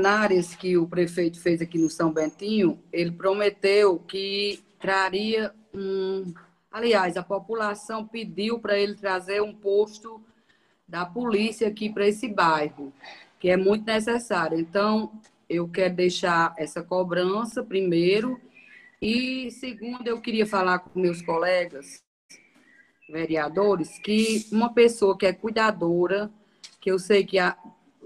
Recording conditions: video call